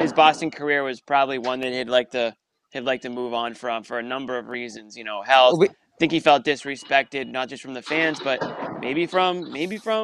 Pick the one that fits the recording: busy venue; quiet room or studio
busy venue